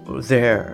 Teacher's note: they are のところですかね我々のなんかこうイメージだと they are っていう感じがするんですけれどもほとんど there っていうような